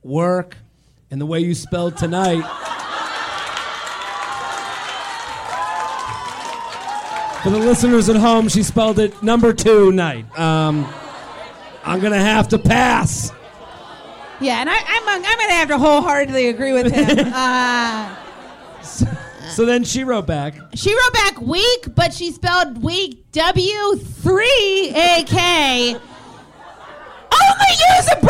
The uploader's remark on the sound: LIVE From Zanies In Chicago.